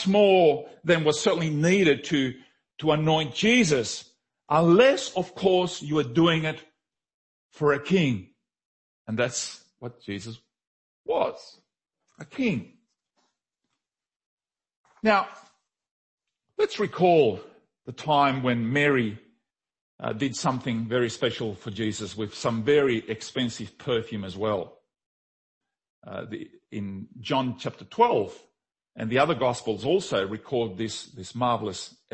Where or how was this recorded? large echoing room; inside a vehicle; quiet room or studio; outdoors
large echoing room